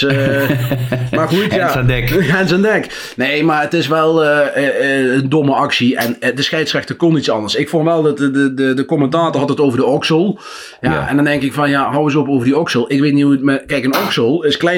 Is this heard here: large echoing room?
no